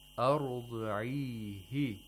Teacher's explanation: Ha is preceded by a long vowel, not a short vowel. · Term: ha'al dhamirs